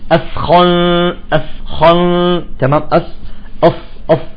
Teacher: لاحظين الثاء مرققة دائما، فيجب أن نبتسم